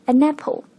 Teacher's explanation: 前面要用 A N 这个冠词 N，所以是 AnApple。但其实人家 natives 从小学的是拼读，所以人家说起来是 anapple。这个冠词“n”的第二个音辅音 n，跟后面 apple 的第一个音 a 拼到了一起 · Term: 连读